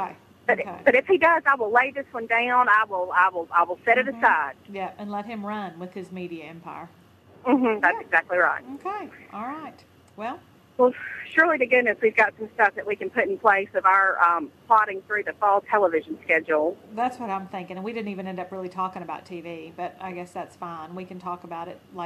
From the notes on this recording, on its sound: Coming to you live from Texas and somewhere on I-65. On a cell phone and sounds like she's participating in a really sub-par radio remote.